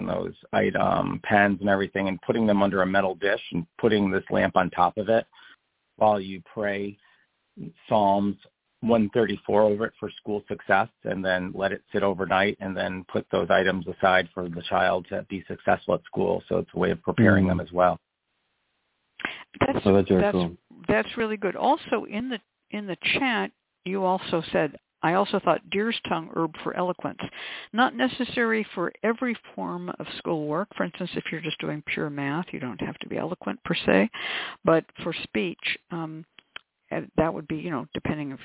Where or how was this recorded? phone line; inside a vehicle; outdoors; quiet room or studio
phone line